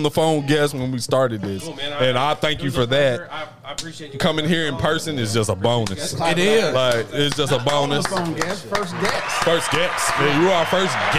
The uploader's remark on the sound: On today's show, we live at Panther Creek Brew's.